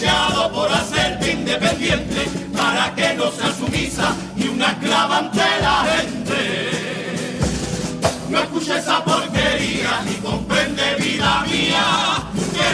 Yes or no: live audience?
yes